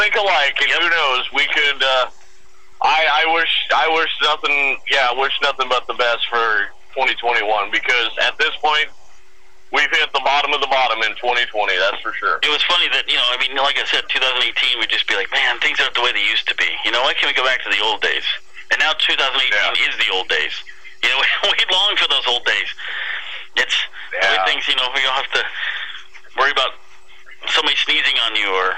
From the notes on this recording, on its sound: visits via the phone